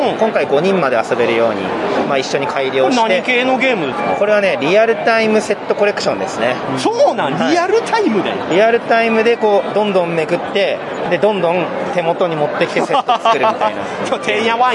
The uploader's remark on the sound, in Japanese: ゲームマーケット2022秋！会場インタビュースペシャル。録ってきました会場インタビュー50音源！！会場収録のため、騒音雑音が激しく入っております。